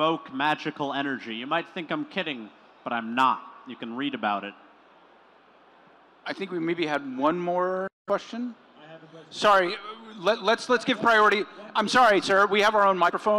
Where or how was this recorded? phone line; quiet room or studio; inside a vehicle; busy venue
busy venue